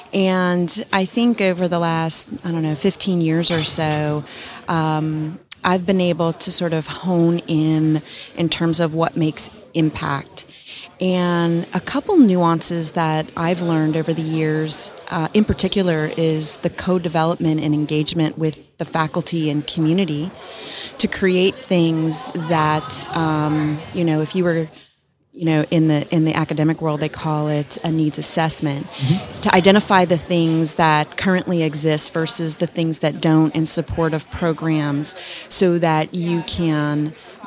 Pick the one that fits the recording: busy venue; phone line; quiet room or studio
busy venue